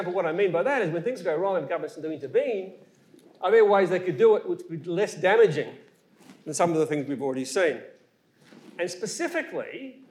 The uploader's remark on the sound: Melbourne event recording. This is an event recording of a public forum in the Energy Future series, hosted by Melbourne Energy Institute and Grattan Institute.